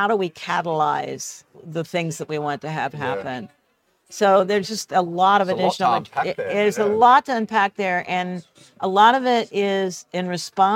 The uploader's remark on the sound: sat down at the Agile Australia Conference